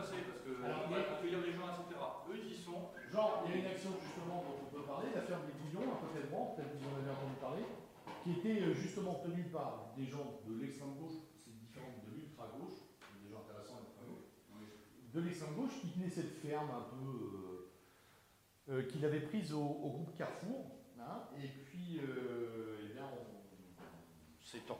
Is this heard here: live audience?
yes